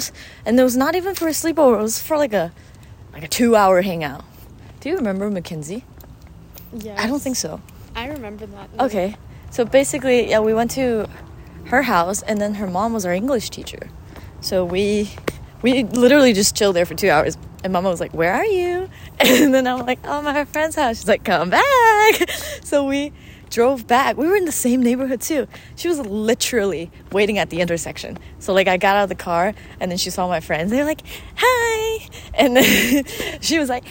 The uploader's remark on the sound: Come along with us as we roam around our neighborhood on a whim. The audio is recorded via my iPhone so you might hear us and the world around us. Back in Texas.